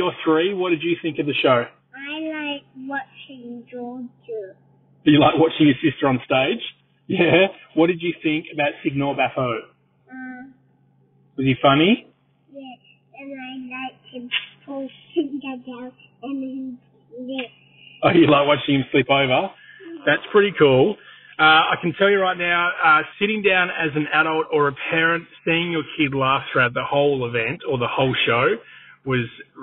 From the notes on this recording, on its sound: At the 20204 Adelaide Fringe. NOTE: Apologies for the audio quality on this episode.